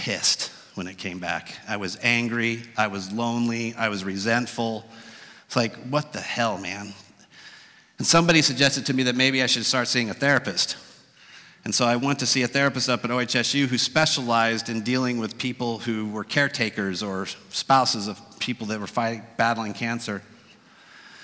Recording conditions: live audience